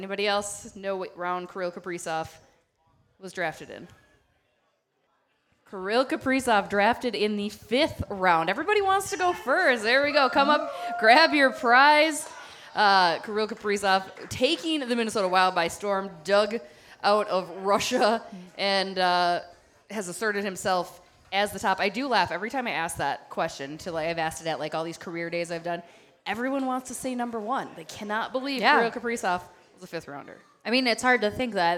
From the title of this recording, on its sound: Live from Dugarel’s in Hastings